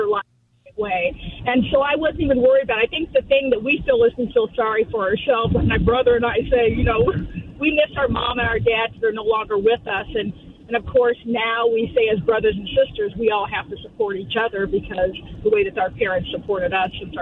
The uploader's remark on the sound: Open Phone Friday continues taking your calls on any topic.